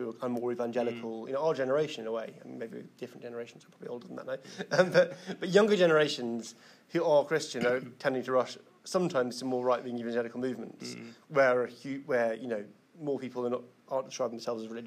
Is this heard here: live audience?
yes